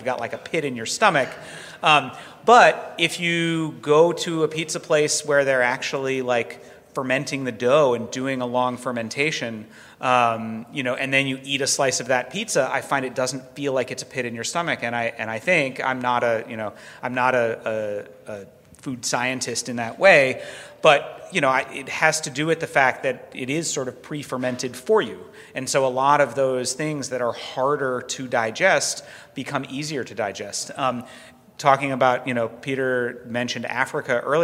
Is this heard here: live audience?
yes